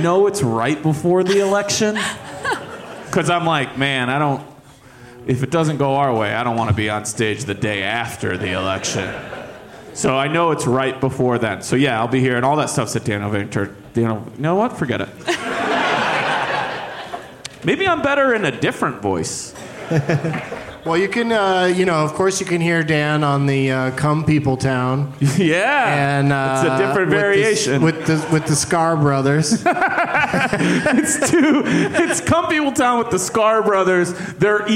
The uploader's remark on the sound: Live from The Improv in San Jose